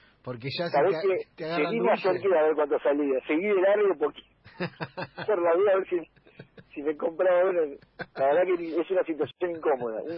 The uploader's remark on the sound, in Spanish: En el móvil a distancia